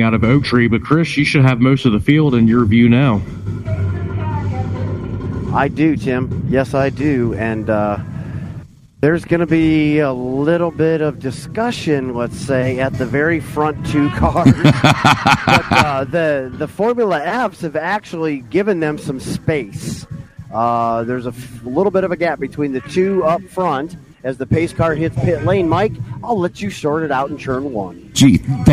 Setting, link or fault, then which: setting, busy venue